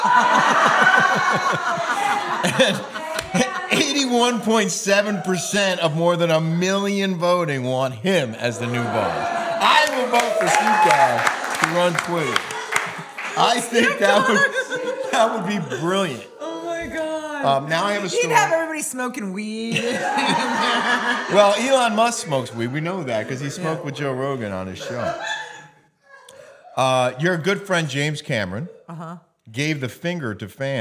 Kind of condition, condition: setting, live audience